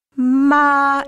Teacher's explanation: it's a flat tone. It's really sung. Yeah. Compared with English speech, it's really more like song. · Term: first tone